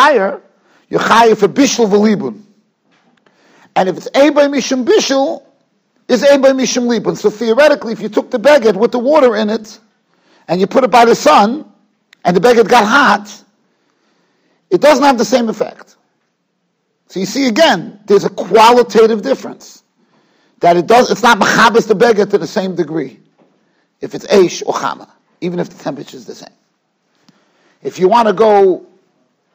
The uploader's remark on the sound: Shiur recorded in Yeshivas Ohr Reuven, Monsey, NY.